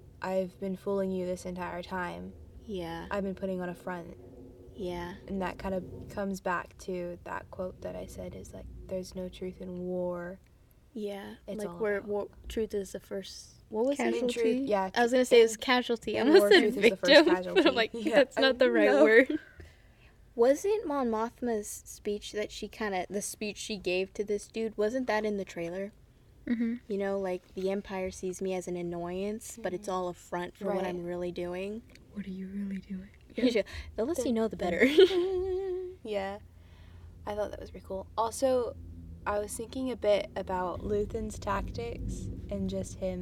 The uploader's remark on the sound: Apologies for background noise throughout this podcast episode